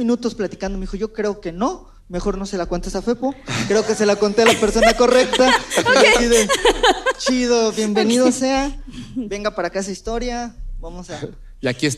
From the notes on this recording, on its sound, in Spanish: nuestro primer evento en vivo en Spotify